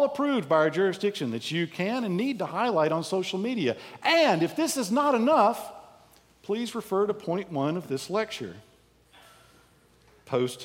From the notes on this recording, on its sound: Lectures given at the 2023 Convocation for the Jurisdiction of the Armed Forces and Chaplaincy®.